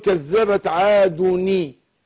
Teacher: بعدها اللام بتاعت المرسلين ساكنه. فعشان نتخلص من التقاء الساكنين كسرنا الاول اللي هو نون التنوين، فعشان كده بقول كذبت عادوني.